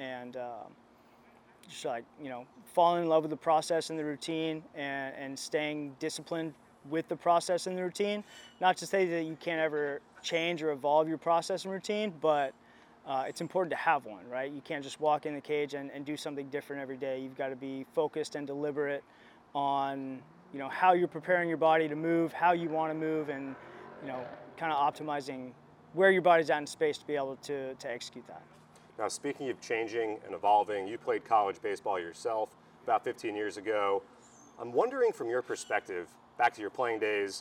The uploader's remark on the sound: Live From Spring Training